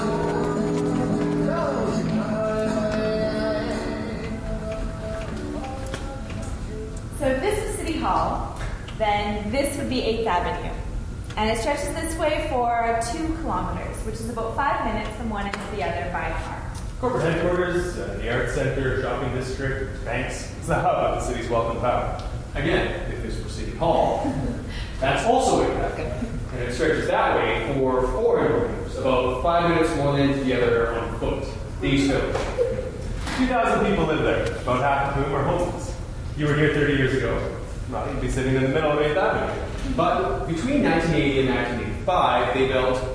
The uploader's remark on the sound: Stereo Recording of The Invisible Project. I recorded the play last January when it was performed at The Calgary Drop-In Centre, a homeless shelter that can house up to 1250 men and women per night and that serves up to 3500 meals per day.